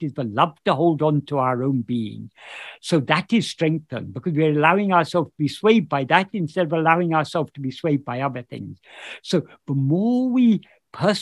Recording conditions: video call